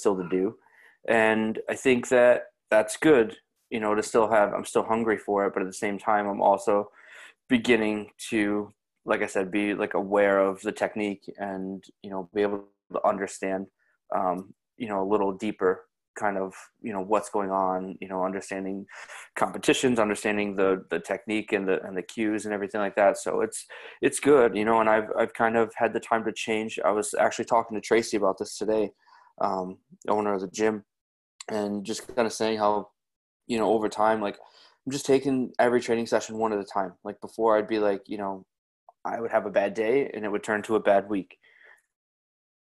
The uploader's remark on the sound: This episode was open for listeners of the show to hop on the zoom chat to listen to the conversation and add their two cents.